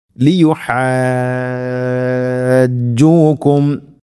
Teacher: മദ് ലാസിം കലിമി മുസക്കൽ, മദ്ദിൻ്റെ അക്ഷരമായ അലിഫിന് ശേഷം ഷദ്, ജീവന് ഷദ്ദുണ്ട്, അതാണ് കലിമി മുസക്കൽ. ഇവിടെ ആറ് ഹർക്കത്ത് വരെ നീട്ടാവുന്ന മദ്ദാണ്.